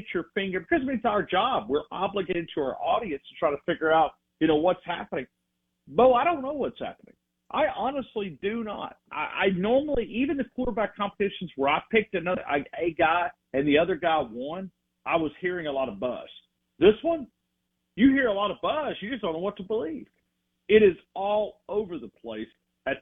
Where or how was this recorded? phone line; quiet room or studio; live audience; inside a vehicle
phone line